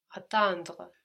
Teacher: the E is not really pronounced, although it is in some accents and dialects, but generally, you just get as far as the R. The E is just showing us to pronounce the R.